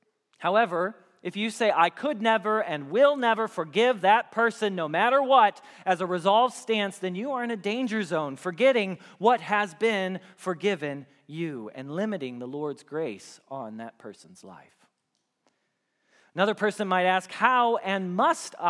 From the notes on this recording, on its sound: Message Preached at Valley Creek Church